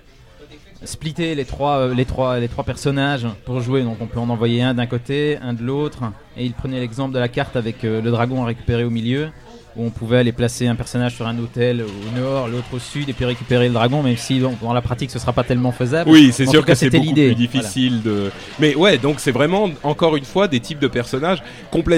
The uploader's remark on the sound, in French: Un épisode spécial enregistré à la BlizzCon.